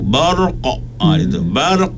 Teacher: Pantul dia tu nak pergi ke atas. Janganlah atas sangat. · Term: isti'la